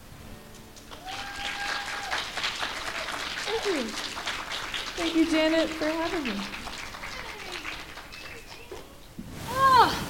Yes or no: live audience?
yes